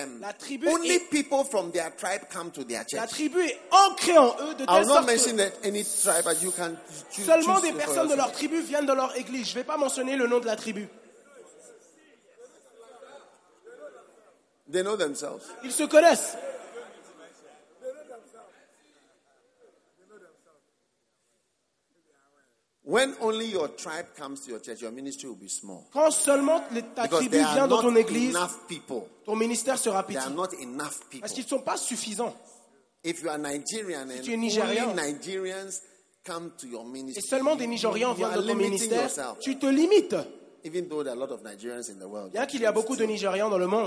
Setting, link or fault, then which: setting, live audience